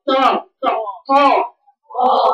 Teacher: الطرف اللسان مع جزء كتير من الحنك الأعلى لازق في الطا · Term: مخرج الطاء